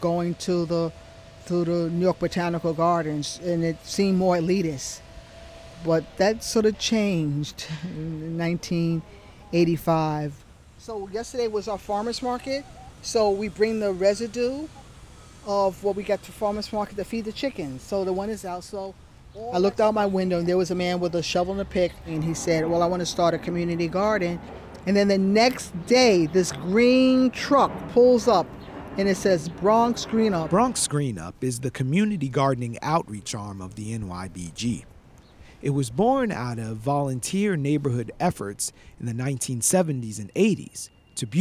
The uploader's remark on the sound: It took 30 minutes talking to Bronx residents outside the New York Botanical Garden to get a lesson in disparity, neighborhood history, and green spaces.